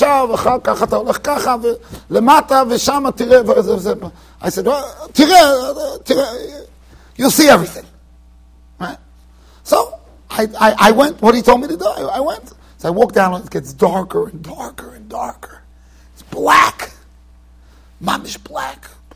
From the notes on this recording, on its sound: Shiur recorded in Yeshivas Ohr Reuven, Monsey NY.